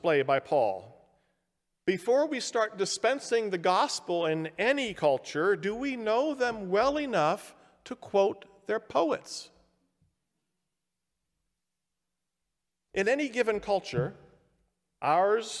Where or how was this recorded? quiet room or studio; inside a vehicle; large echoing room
large echoing room